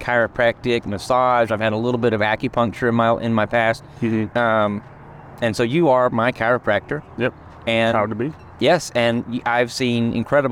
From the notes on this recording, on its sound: We chose to chat over a nice cup of iced coffee outside one of our local coffee shops on this warm Spring afternoon. With birds chirping, engines roaring, and people socializing around us.